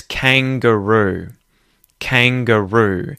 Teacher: you'll notice that the second syllable is using a schwa sound. It's reduced. It's not emphasized, so it gets that schwa vowel sound.